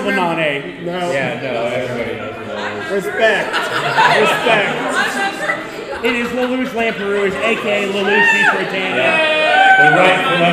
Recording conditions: live audience